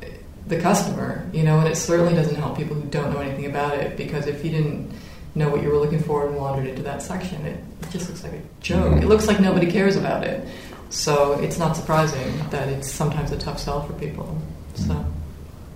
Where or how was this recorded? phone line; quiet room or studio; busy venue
busy venue